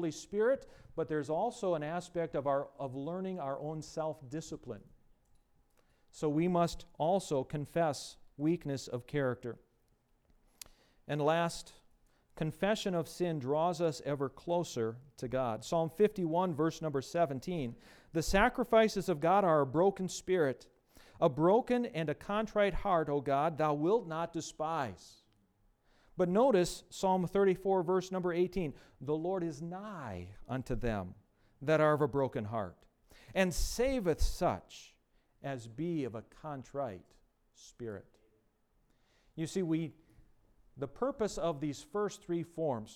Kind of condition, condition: setting, large echoing room